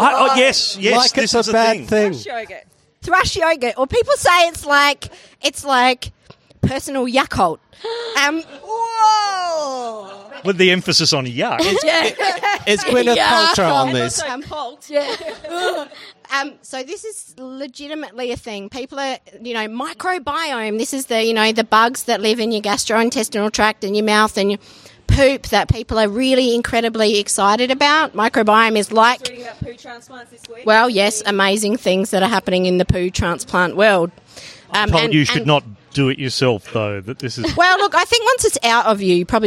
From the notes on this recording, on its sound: The first one recorded in Adelaide. This episode was recorded in front of a live audience at The Wheatsheaf Hotel in Thebarton, Adelaide.